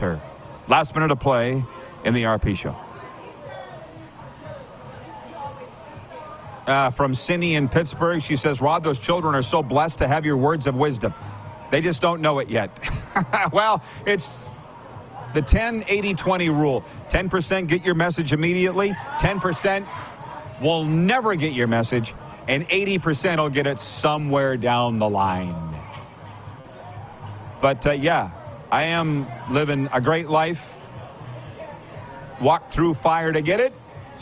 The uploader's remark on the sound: on location at the Pompano, FL Beach House